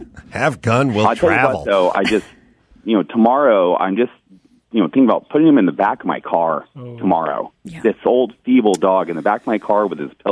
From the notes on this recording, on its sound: Later they take fan phone calls